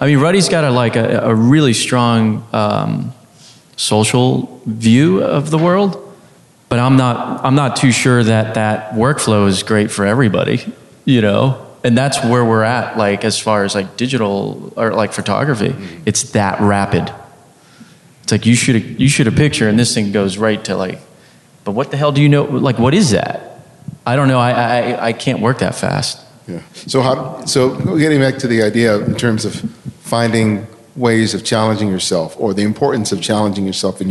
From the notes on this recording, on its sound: This special episode of The Candid Frame was recorded live on the 2017 Miami Street Photography Festival.